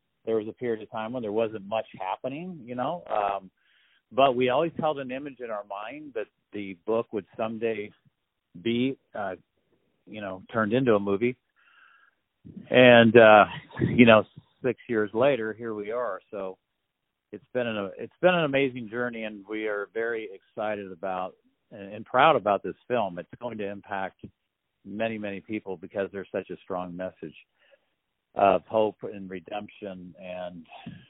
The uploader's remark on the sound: On the phone. The Culture News.